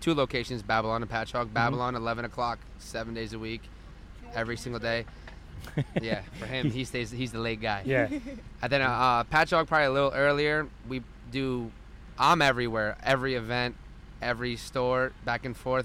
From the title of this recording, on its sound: LIVE at the LI Craft Classic 2019